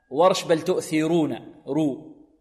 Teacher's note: لأن ورش يرقق الراء هنا، يرققها الراء لأن قبلها كسر